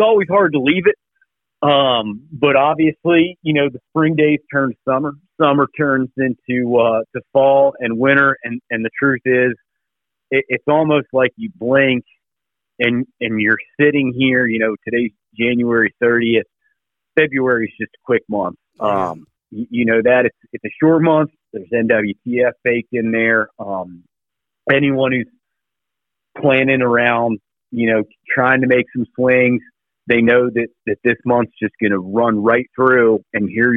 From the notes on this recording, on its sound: hops on the phone